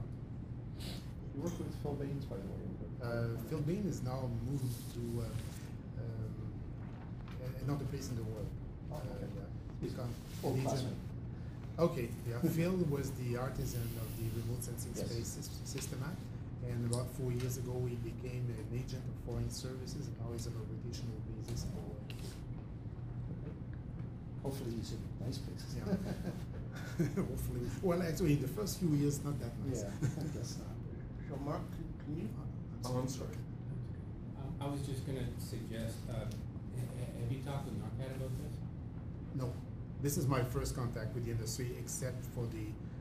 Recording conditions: busy venue